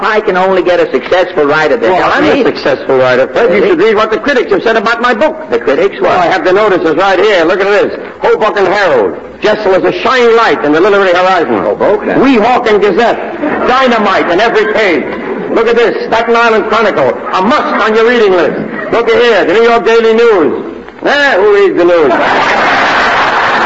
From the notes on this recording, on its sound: Audio is a bit overdriven. I checked other sources, and it’s the same mushy quality no matter where I look.